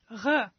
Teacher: This sound is similar to a G sound, but it is produced with audible friction to make a gargling sound.